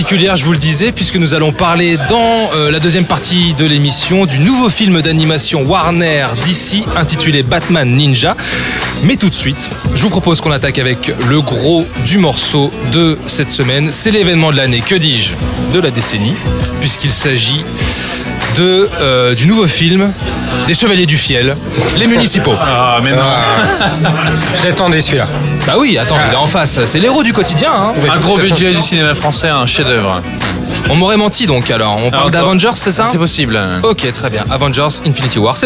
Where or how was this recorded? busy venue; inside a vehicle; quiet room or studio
busy venue